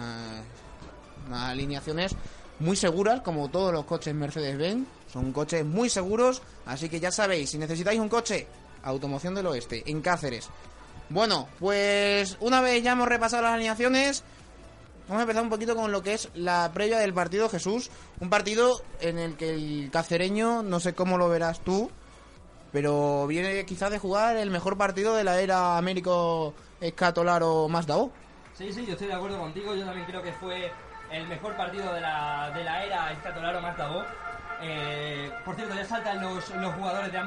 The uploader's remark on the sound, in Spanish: Retransmisión en directo de la primera mitad del partido CP Cacereño - CD Calamonte, de la joranda 27 de liga.